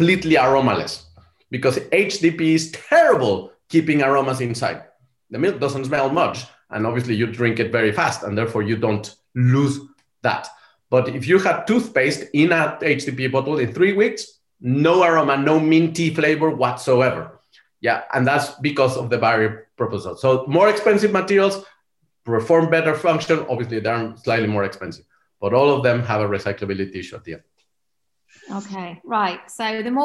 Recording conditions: video call